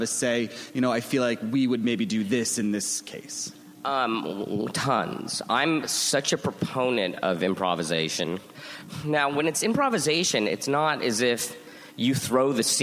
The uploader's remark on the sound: Recorded at ATX Television Fest in June 2015.